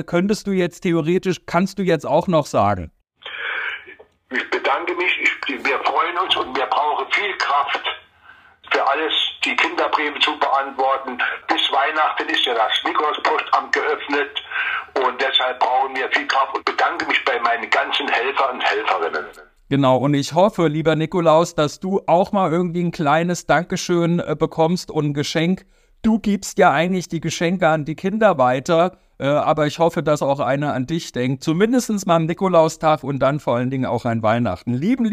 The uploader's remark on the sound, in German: Live am PostCast-Telefon. Holt den Mann aus dem saarländischen Nikolauspostamt in St.Nikolaus sogar live ans Telefon.